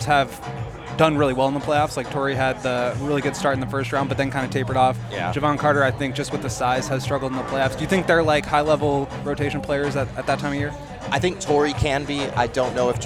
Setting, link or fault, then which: setting, busy venue